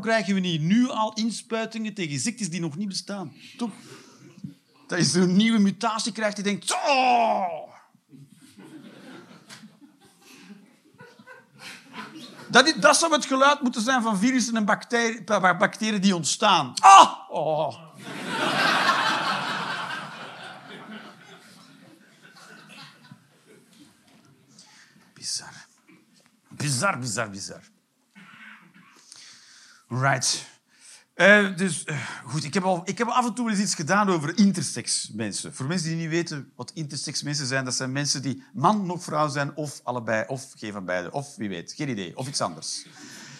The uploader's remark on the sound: Live 8 November 2023, foyer Arenbergschouwburg, Antwerpen.